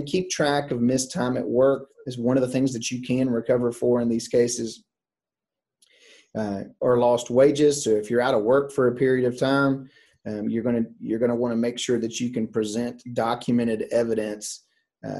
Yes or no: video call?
yes